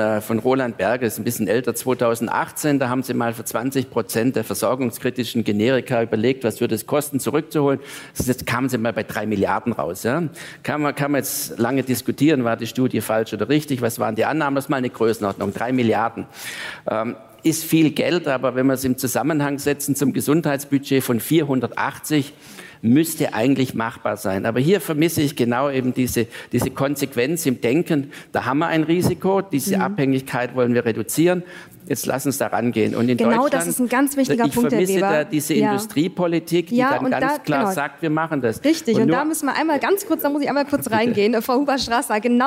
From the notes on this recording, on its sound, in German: Die Diskussionsrunde wurde auf dem Ludwig-Erhard-Gipfel aufgezeichnet.